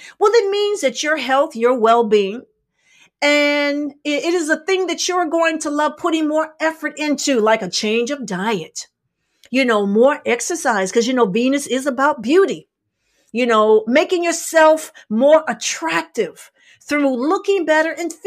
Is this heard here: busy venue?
no